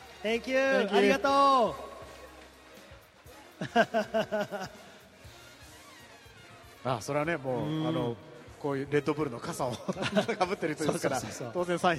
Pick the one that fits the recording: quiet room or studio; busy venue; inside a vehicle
busy venue